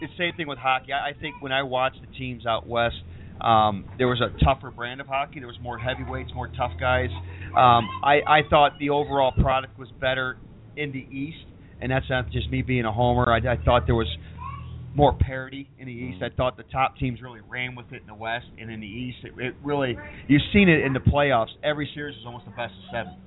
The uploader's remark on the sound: The BS Sports Show Live from Pyromaniac Fireworks